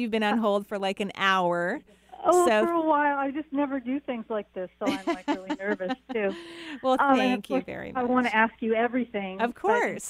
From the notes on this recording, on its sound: Enjoy this call-in show. Provides intuitive readings to callers from all across the globe!